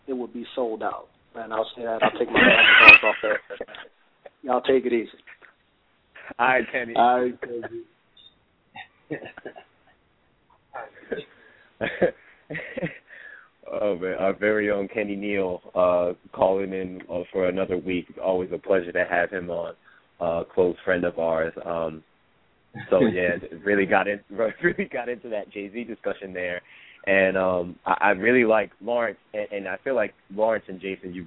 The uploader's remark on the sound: Our hosts and live callers